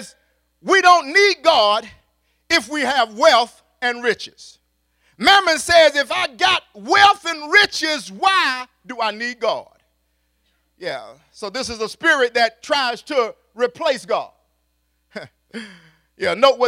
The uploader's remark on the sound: at Faith City Church in Clayton NC